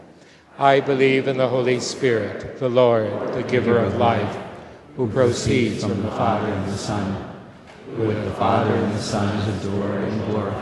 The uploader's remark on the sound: Church Dedication Mass